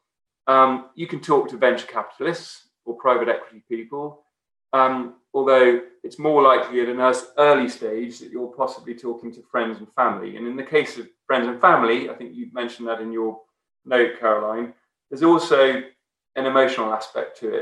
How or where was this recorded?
video call